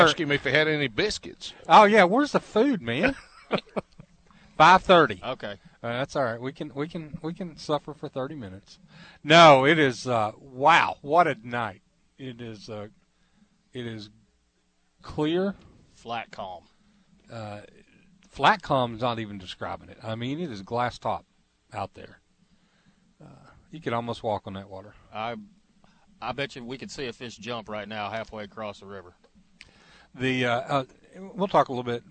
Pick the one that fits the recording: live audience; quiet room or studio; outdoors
outdoors